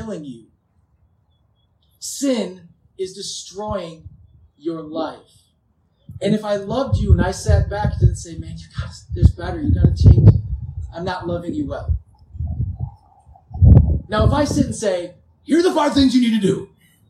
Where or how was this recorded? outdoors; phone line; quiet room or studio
outdoors